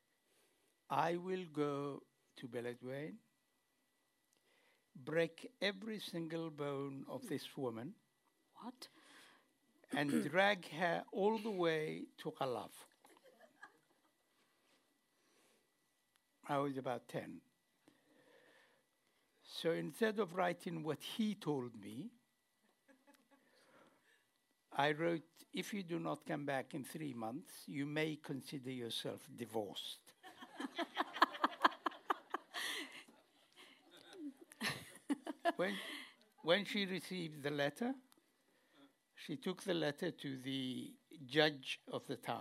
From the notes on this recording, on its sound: This conversation was hosted by Melahuset in Oslo (Norway). To a live audience.